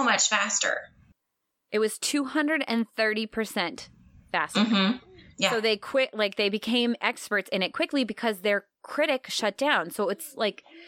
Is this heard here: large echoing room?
no